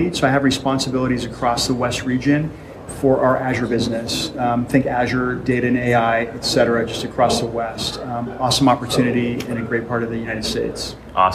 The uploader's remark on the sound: This episode is a LIVE recording from Microsoft Envision in San Francisco. In between sessions at the conference.